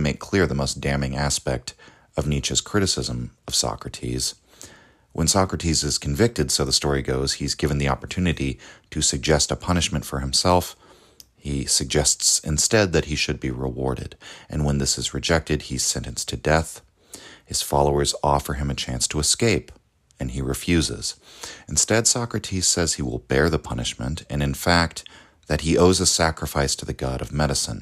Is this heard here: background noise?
no